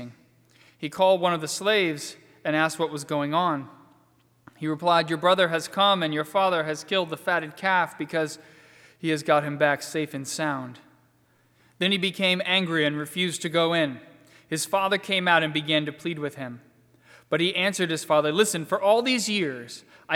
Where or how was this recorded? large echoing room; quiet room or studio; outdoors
large echoing room